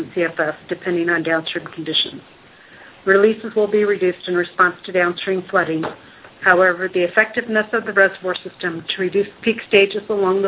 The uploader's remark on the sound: Army Corps of Engineers Missouri River Basin Water Management Division hosted conference call.